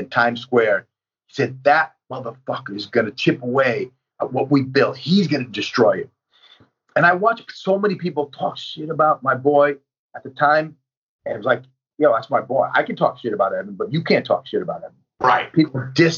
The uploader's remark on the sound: It was his idea to do a Skype interview. The audio isn't the greatest due to it being a Skype call over Wifi from across the country. My apologies for the shotty audio.